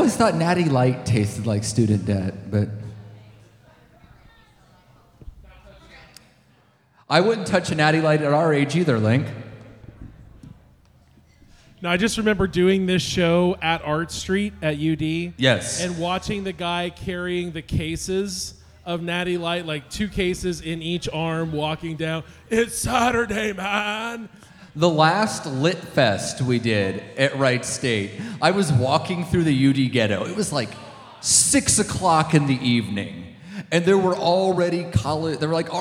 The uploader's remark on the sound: This is the live recording